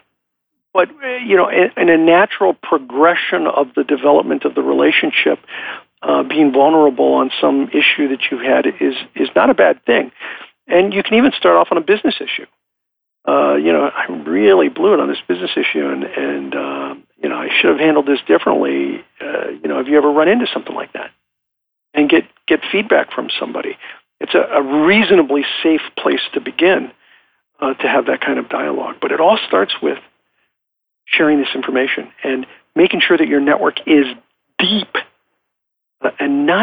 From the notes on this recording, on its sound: I am coming to you from Live Oak Recording Studio in Berkeley, CA. I am joined on the phone today.